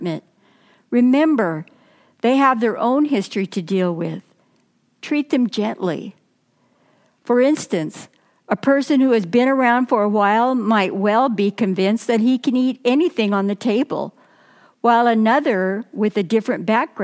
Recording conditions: large echoing room